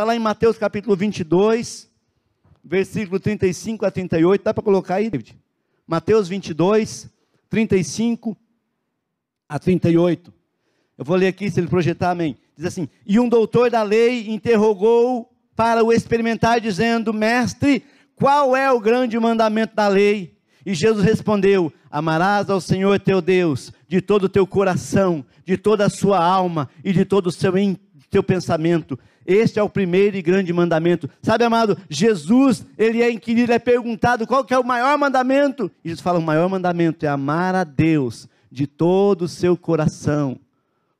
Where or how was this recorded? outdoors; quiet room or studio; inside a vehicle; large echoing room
large echoing room